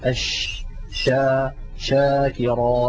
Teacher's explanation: مبدأ صوت الشين هو من وسط اللسان، ثم يصطدم ذلك الصوت بالأسنان العليا من الداخل، فيحدث هذا الانتشار للصوت الذي يعطي الشين مذاقا خاصا وقوة في السمع. · Term: التفشي